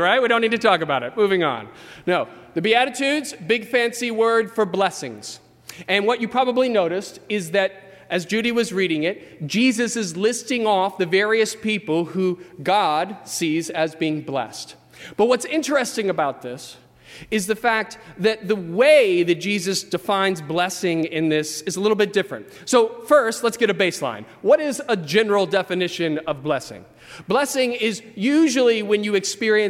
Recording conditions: large echoing room